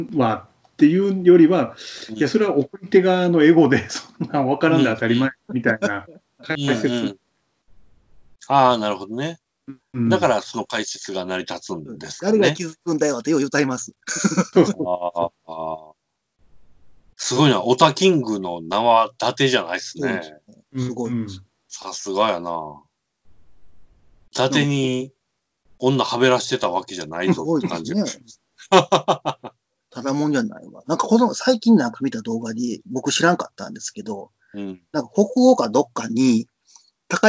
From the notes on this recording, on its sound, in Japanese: 自粛期間中のオンライン飲み会を収録してみました。酔っ払いのダダ喋り。